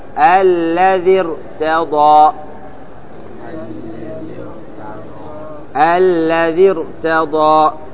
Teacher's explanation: هل باشرت الكسرة الأصلية الراء؟ ما باشرت، هناك فاصل، لما فصل هذا الفاصل رققت الذي ارتضى